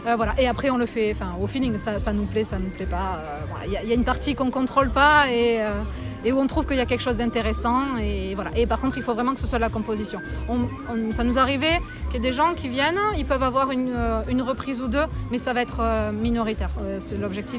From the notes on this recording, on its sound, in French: REPORTAGE : En immersion dans les coulisses du festival Cap à Cases.